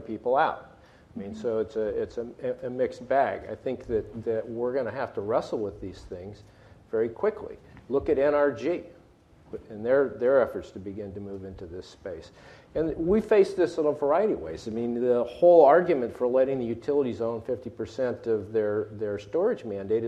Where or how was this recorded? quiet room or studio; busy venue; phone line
busy venue